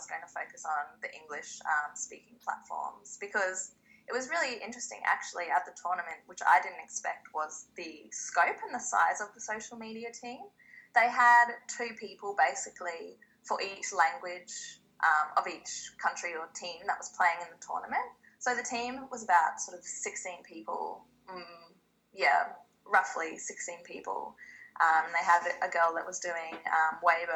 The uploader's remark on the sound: Speaking via Skype